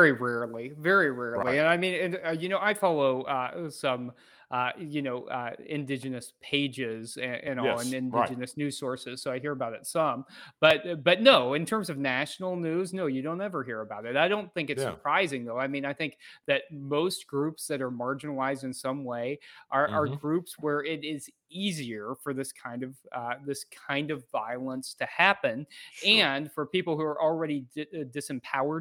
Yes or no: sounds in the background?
no